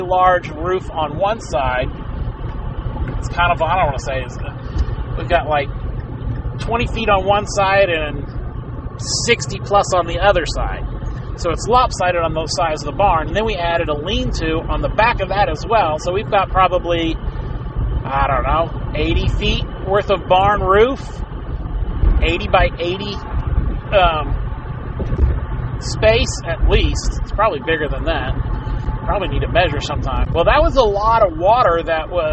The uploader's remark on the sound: Sorry for the background clicks. I tried to edit it out but didn't have much luck without distorting the audio to the point you can't hear.